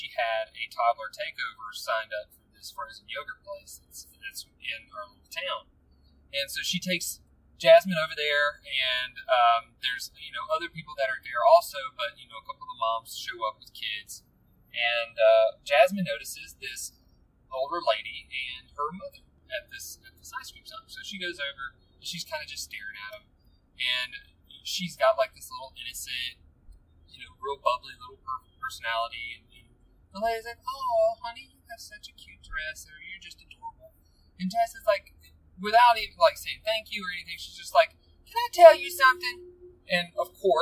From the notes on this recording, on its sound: Sorry about the background noise on this one. It was recorded on my bluetooth and although I would rather record at home I haven't had the opportunity to do so in far too long.